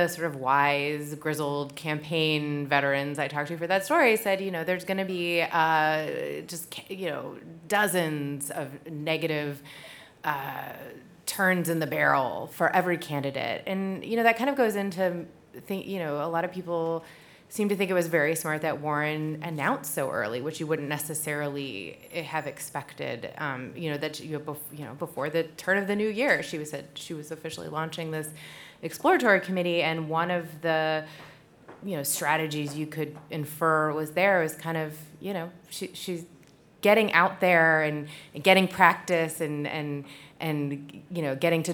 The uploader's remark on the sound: We're LIVE from WeWork at 1 Beacon!